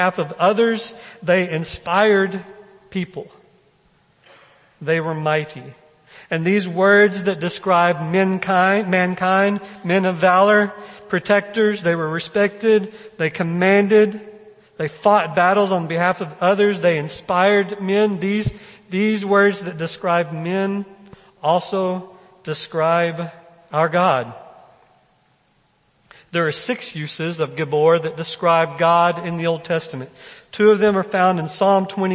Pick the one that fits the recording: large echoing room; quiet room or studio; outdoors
large echoing room